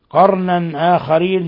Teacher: تنوين فتح جاء بعده الهمزة، إظهار حلقي